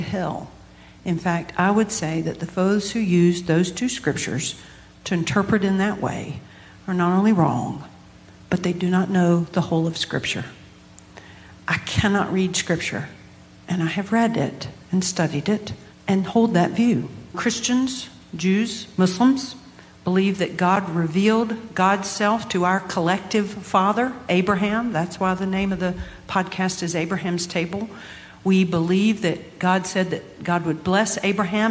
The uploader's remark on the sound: Invited their congregations to come together in person, on May 11, 2022, to record a live podcast. Be aware, there are two brief interruptions in the recording.